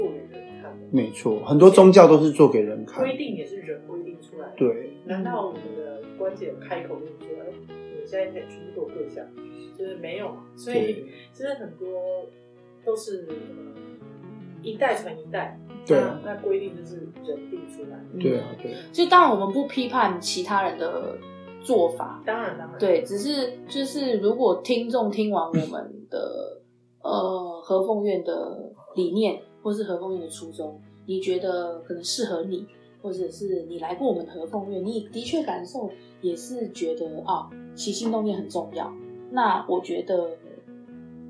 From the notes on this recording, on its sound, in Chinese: 由於設備不足收音狀況欠佳